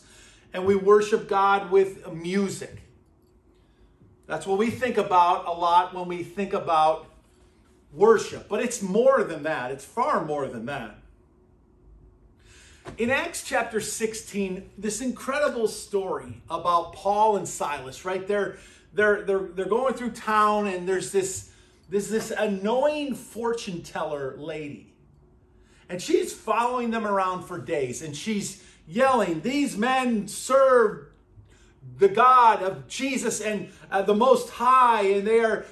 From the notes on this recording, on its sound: at Burlington Christian Church on February 4th, 2024